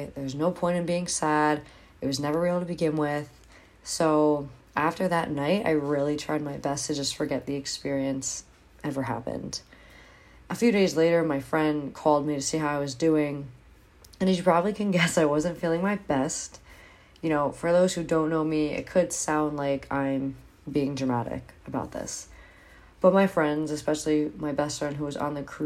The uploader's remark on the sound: I didn't have my Blue Snowball mic so this was done on my phone